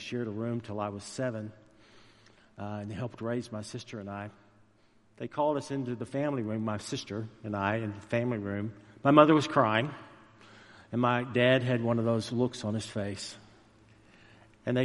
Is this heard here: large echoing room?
yes